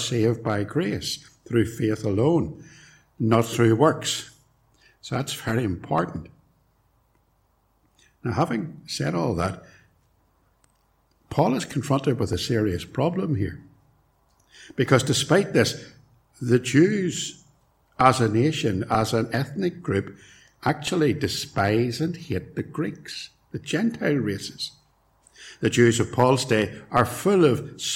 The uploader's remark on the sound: It was recorded at Templepatrick.